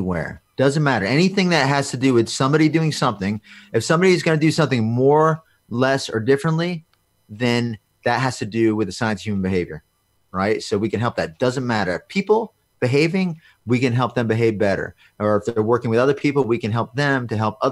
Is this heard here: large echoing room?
no